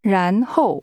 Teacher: Then, the tones are rising and falling.